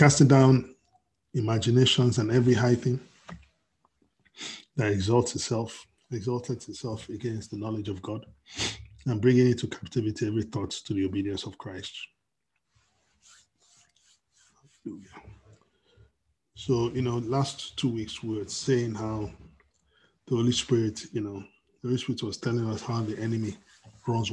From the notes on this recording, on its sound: We are on Zoom now.